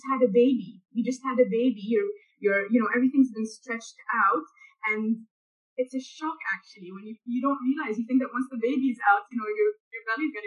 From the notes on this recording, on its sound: A Zoom chat.